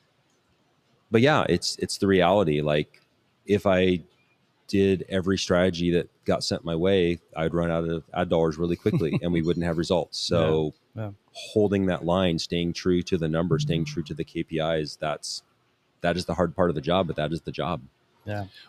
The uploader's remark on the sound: recorded LIVE & in person from the InsightsEDU 2024 conference in Phoenix, AZ